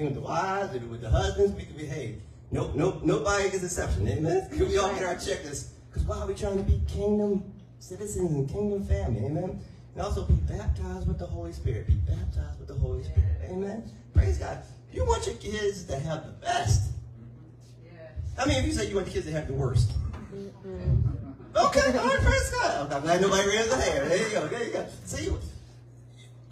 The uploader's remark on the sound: Sermon audio